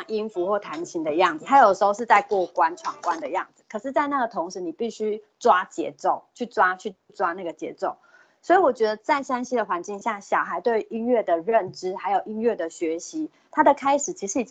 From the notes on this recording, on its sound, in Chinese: 此為線上課程錄音檔